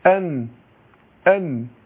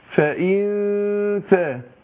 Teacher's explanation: خد بالك في الإخفاء بيحصل بقى تجافي، طرف اللسان ده ما بيلزقش · Shown in: second take · لأن لو لزق في أصول الثنايا يبقى هنا إظهار، أظهرنا النون، فأنا بروح عند الإخفاء بروح بعد الإيه طرف اللسان عن مكانه، خد بالك.